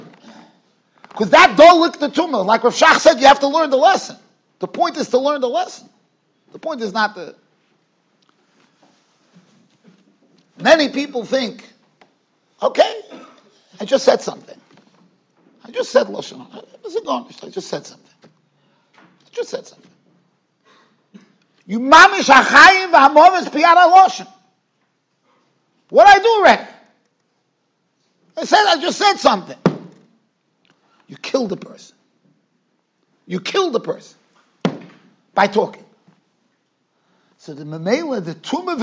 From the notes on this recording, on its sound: Shiur recorded in Yeshivas Ohr Reuven, Monsey NY.